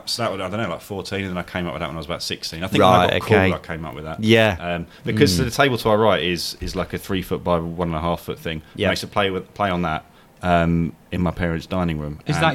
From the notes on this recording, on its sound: Recorded at the English Open in Crawley.